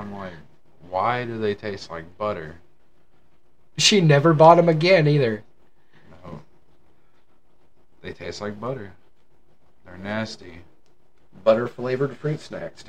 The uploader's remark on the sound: We had some technical issues and found out our microphone doesn't like iPhone.